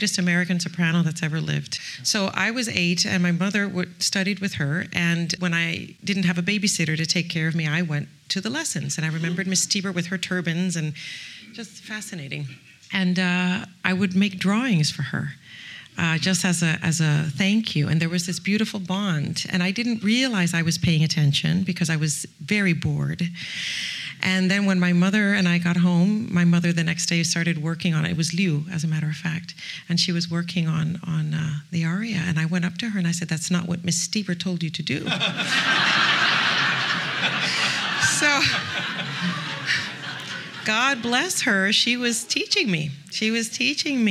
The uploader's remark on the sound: Back in the fall, when she was in Los Angeles for “Don Carlo”. Sat down for a chat in front of a live audience.